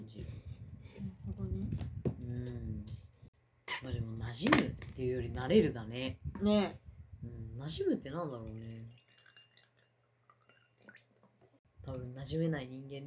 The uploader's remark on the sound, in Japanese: 食べながら飲みながらの雑音多めの雑談回！うるさかったらめんごです。